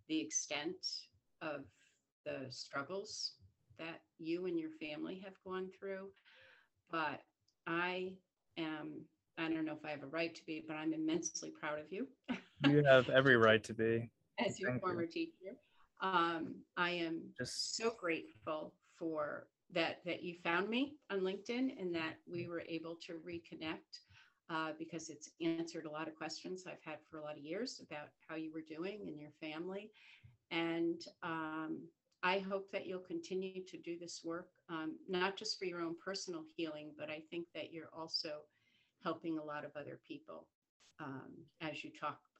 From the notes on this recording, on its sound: First sorry for the zoom format!